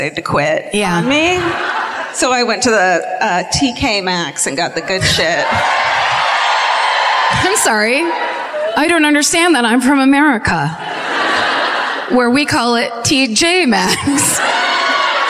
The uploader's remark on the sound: Live at the Hammersmith Apollo in London